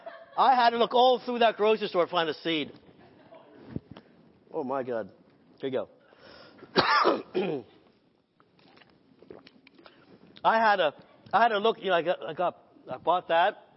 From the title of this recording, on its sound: Sunday Morning Service